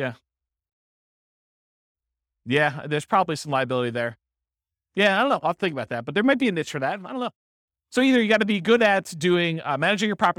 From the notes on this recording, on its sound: This was a live class recorded